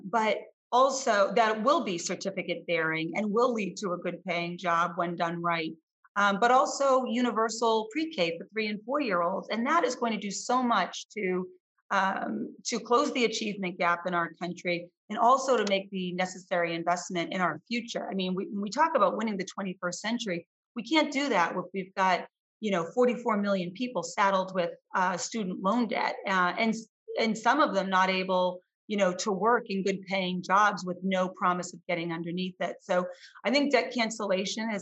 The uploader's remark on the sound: over Zoom for a 25-minute discussion